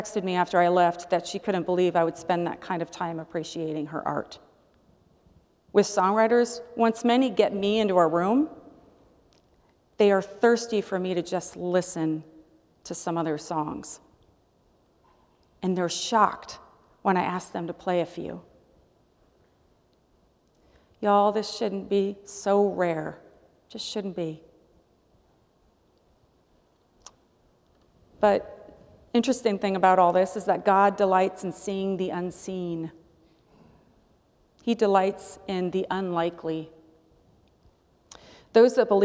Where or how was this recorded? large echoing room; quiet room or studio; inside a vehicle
large echoing room